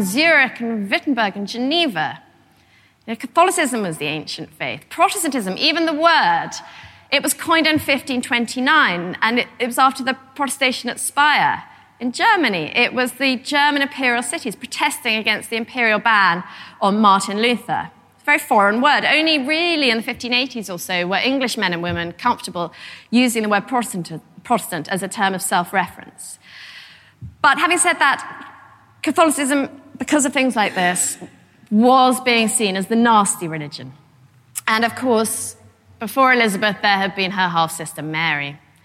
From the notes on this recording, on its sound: a lecture from our 2014 History Weekend in Malmesbury